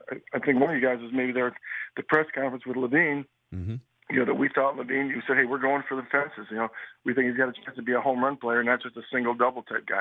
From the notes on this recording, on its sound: called into the Mackey & Judd radio show on 1500 ESPN